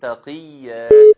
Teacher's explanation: بنقف بمد هذا المد عوض عن التنوين، يمد بمقدار حركتين